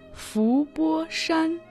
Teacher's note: Фу означает «усмирять», произносится во втором тоне.